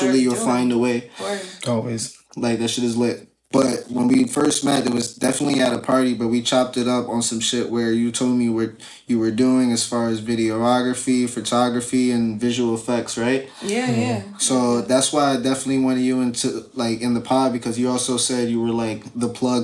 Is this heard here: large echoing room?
no